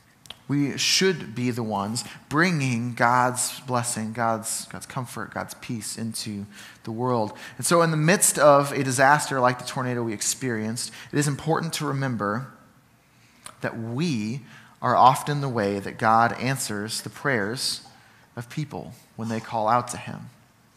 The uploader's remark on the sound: Sermon from Ninth Street Christian Church